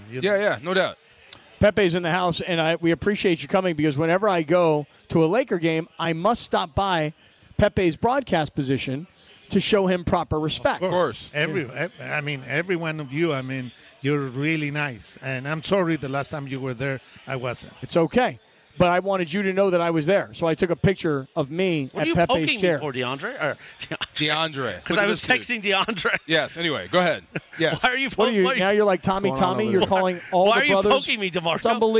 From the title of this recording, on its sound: LIVE From Yaamava!